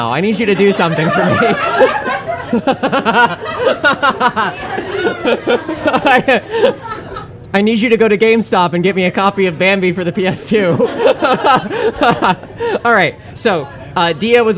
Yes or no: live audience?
yes